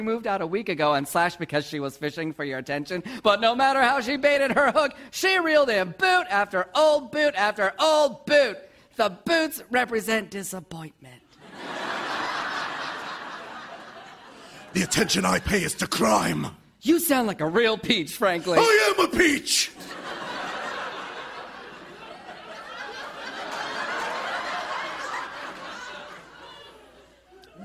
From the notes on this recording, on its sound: Recorded Live 6/14/2014 at Largo, Los Angeles.